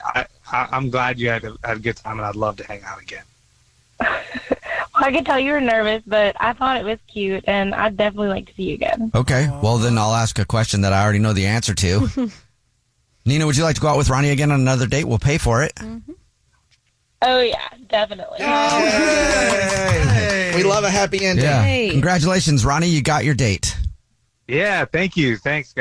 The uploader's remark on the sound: We get that other person on the phone to see why they're "ghosting". We have a listener on the phone.